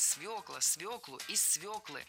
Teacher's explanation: Правильный вариант – свекла, свеклу, из свеклы. В этом слове должна быть «ё», и нельзя ее заменять, и переносить ударение на окончание тоже не следует.